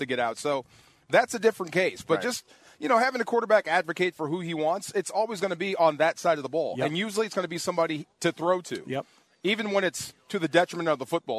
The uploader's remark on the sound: Live from Hollywood Hills! Live from the Rams Draft House for Day 2 of the NFL Draft.